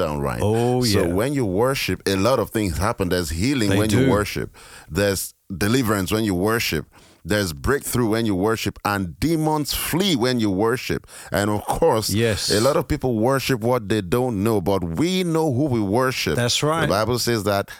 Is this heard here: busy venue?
no